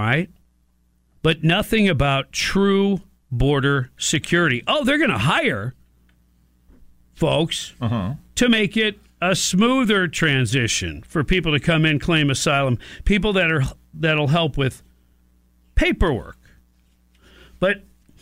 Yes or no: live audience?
no